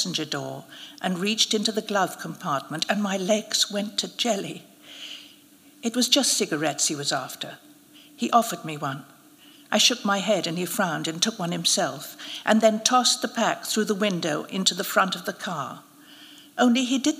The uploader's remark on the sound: Royal Academy of Arts. The winning story was announced and narrated at a special live event.